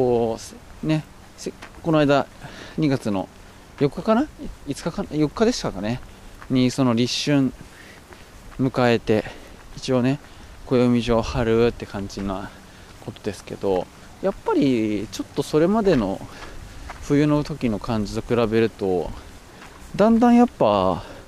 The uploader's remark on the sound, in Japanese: 酒匂川散歩をしながら最近の話。終始風がうるさい音声です。